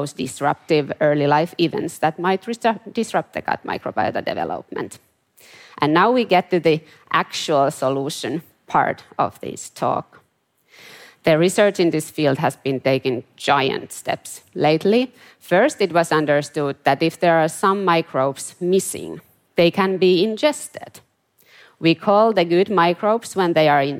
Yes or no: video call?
no